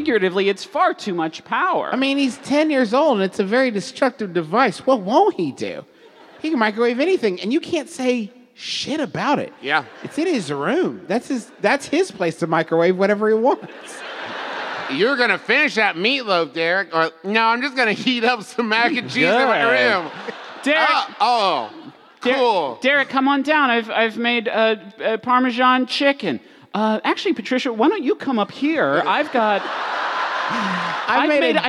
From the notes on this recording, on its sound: We apologize to the city of San Jose for how many pranks we did on this episode, in which we celebrated the Great Pranking Day while recording a live show.